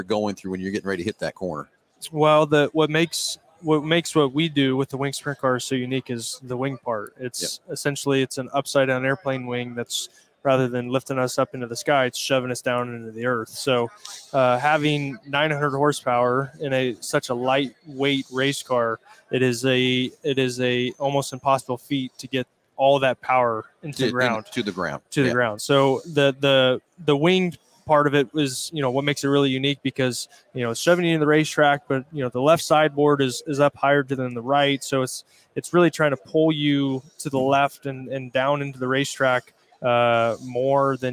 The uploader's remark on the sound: Live from PRI Trade Show in Indianapolis, IN.